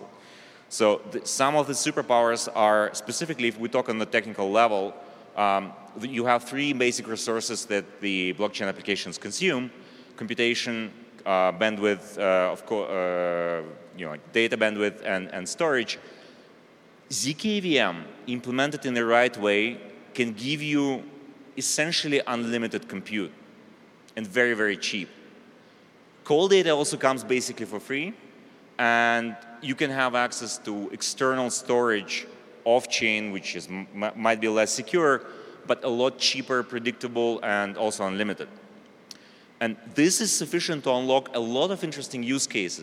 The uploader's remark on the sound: ETHDenver Keynote Speech